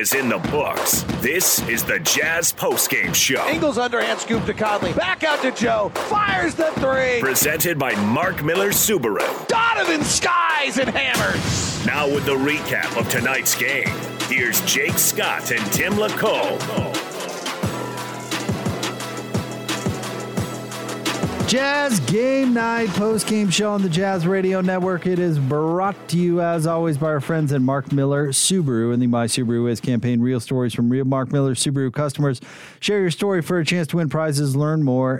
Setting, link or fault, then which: setting, busy venue